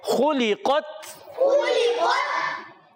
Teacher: تا کو ساکن رکھیں گے، کلکلا ہونے سے بچائیں گے